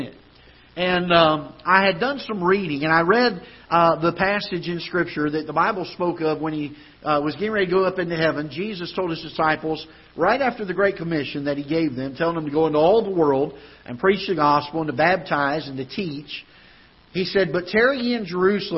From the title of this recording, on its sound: Ketha Heights Baptist Church ~ Live Broadcast